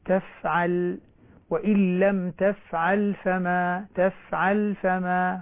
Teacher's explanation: الفاء ليست مقلقلة ولكنها رخوة